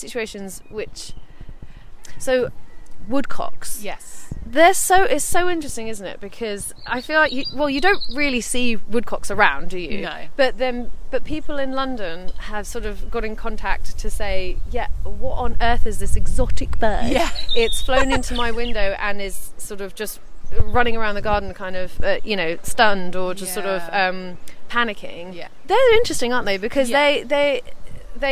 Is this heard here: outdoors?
yes